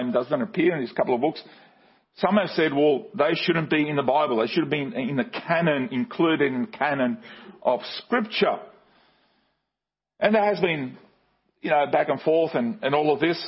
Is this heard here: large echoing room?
yes